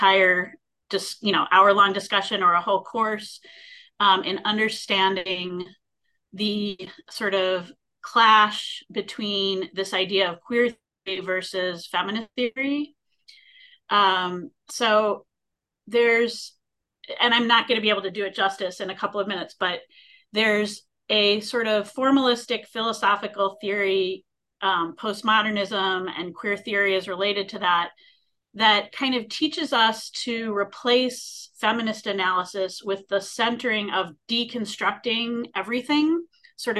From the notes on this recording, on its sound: A live webinar